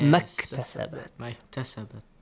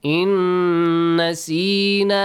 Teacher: In nasina, noon plus noon. Noon sakin plus noon. Idgham. Idgham. Merge the sound. · Term: Idgham mithlain